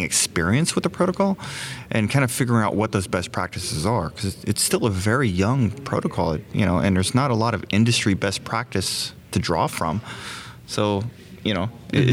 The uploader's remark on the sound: recorded at Node Interactive 2016